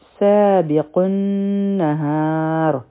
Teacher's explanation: سابق النهار س دوه حرکه په سین کې سیټی والا آواز دی. قاف به د نون سره یوځی شي او په دې کې به هم په منځ کې چې کوم لام دی دا نه ویلی کیږي او دا به مدی عارض د سکون جوړ شي د ادرېدو په وجه.